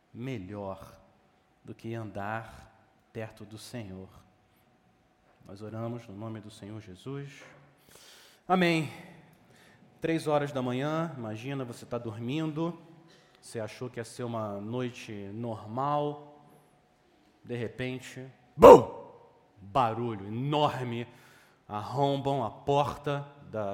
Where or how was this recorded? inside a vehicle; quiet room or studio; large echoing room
large echoing room